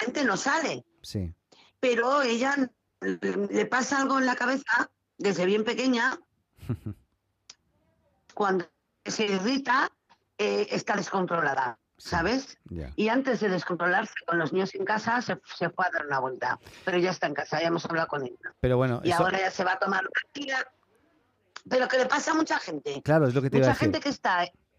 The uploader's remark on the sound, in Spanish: Desde Valencia, España. Conversamos por teléfono. Desde la ciudad de Valencia.